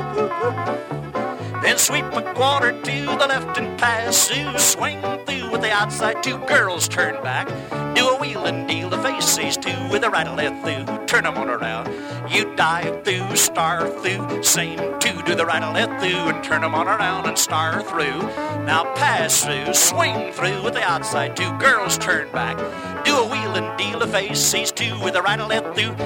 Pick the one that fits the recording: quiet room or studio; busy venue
busy venue